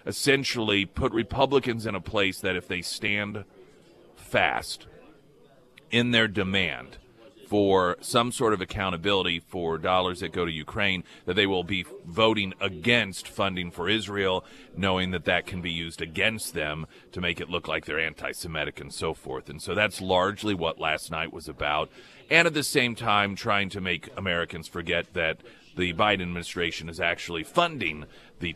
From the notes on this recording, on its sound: Live at Scramblers Diner.